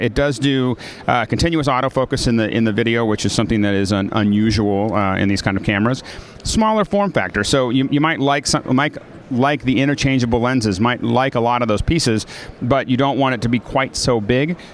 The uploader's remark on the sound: From the show floor at PMA 2010.